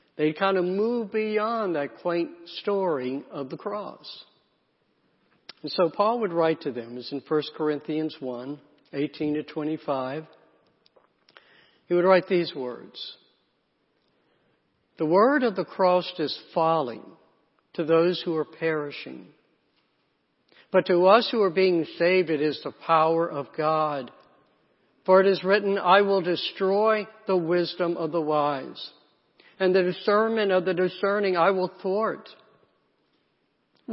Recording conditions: large echoing room